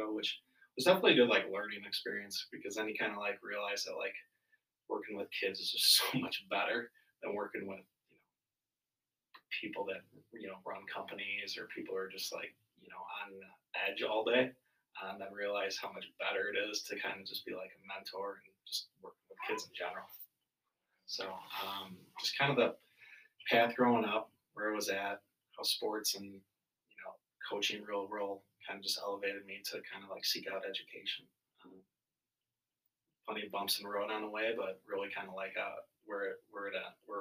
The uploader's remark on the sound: Apologies in advance for the low sound. I am still trying to figure out the best system to ensure there is clarity and appropriate volume in the sound system.